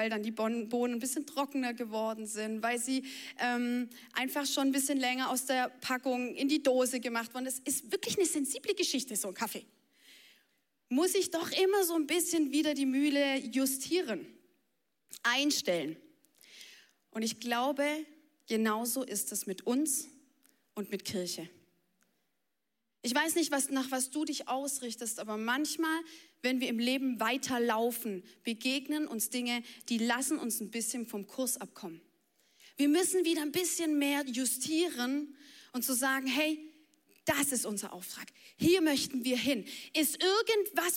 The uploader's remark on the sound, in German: Audiomitschnitt der Predigt vom 14.